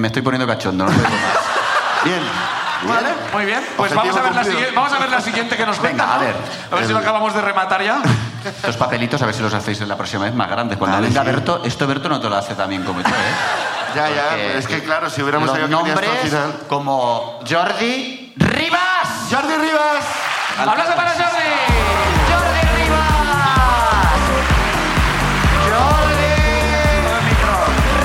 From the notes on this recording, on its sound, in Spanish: El público sube a contarnos